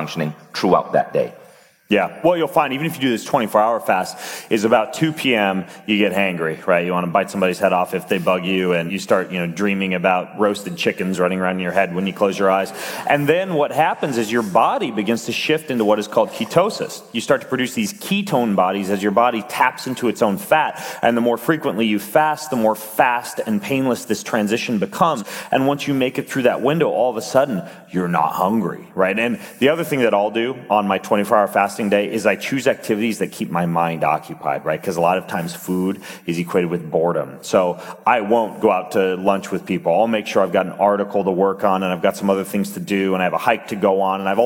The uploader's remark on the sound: on stage at Mindvalley University Tallinn